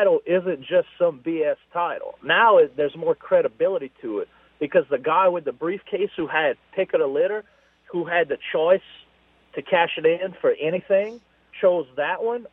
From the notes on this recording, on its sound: We then go to the phones for 2 fun guests.